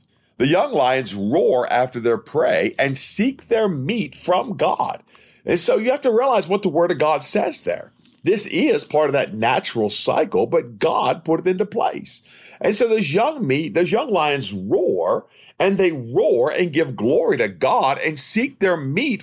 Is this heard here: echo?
no